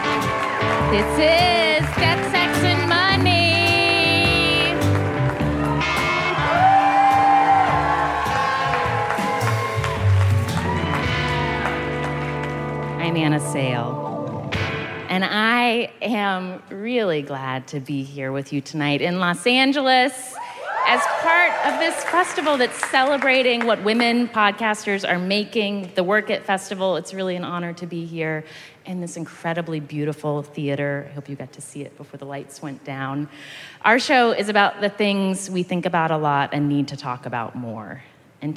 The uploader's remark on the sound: Live from the Werk It Women's Podcast Festival at the Ace Hotel in downtown LA